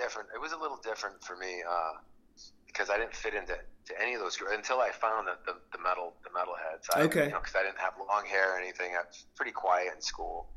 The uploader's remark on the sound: Just a quick call in Interview.